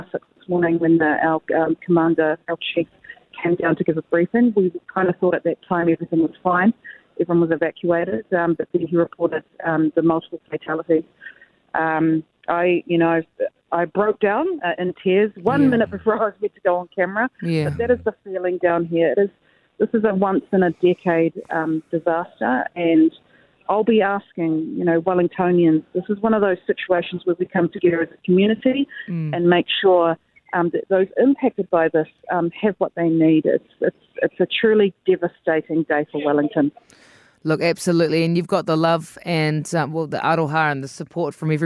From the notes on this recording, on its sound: Wellington Fire. Live on site.